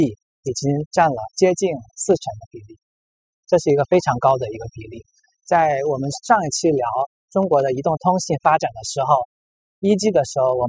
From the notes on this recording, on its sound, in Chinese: 边走边聊